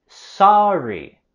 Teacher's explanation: Aquí queremos subir la voz y entonación con la primera sílaba de sorry.